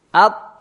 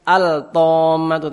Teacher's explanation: Jadi bukan al-tammatu tapi at-ta. Jadi langsung dimasukkan, lamnya hilang. Langsung masuk ta. · Shown in: first take · Term: idgham syamsiyah